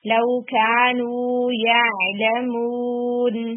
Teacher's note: تو لو کانو صرف نون کے اندر گنا ہے. واو ریلیکس ہوگا، کاف ریلیکس ہوگا